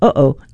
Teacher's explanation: Unlike most sounds, it's not made with tongue, lips, or teeth. Rather, your vocal folds create the pause in a phrase like, uh-oh. · Term: glottal stop